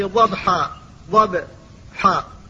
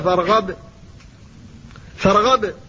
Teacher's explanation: فإذا قلت والعاديات ضبحا ضبحا فالباء هنا ساكنة ولكن سكونها في غير الوقف فتظهرها لكن إظهارها أقل من إظهارها في الوقف فيما لو قلت فإذا فرغت فانصب وإلى ربك فارغب فارغب أظهرتها تمام الإظهار قلقلة هنا ظاهرة جدا لأن المقلقل ساكن في الوقف.